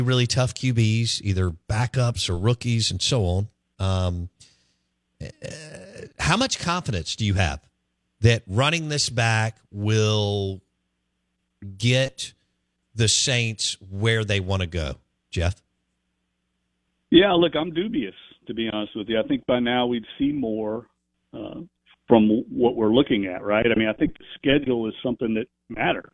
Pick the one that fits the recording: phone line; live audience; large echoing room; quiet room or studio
phone line